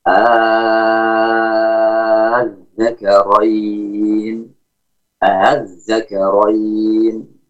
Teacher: Dan membacanya dengan ibdal, dengan mad 6 harokat.